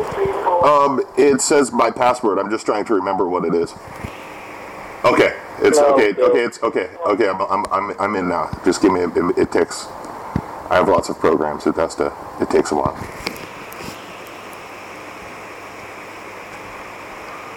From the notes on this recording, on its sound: This time I had my recording stuff at handwhen he called.